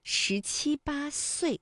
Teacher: 这里有十，还有岁，有翘舌音，有平舌音